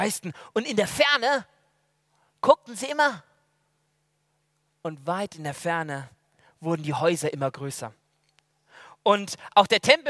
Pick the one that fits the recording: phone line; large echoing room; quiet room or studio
large echoing room